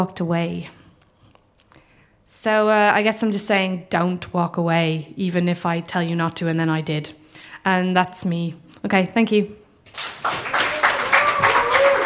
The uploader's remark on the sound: This week's episode is the third act of our Tragic Winter live show which took place at the Hackney Attic in February